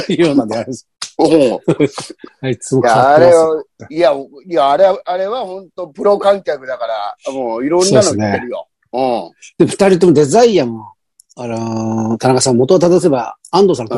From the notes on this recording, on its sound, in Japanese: ZOOMで収録